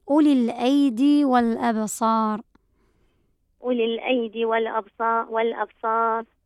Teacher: هنا الياء مدية، ياء بمقدار حركتين